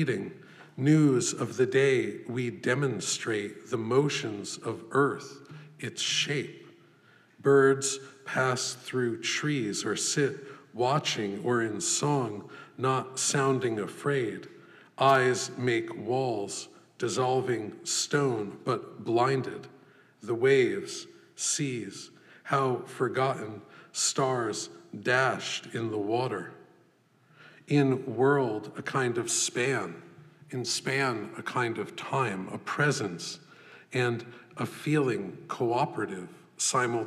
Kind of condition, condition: setting, live audience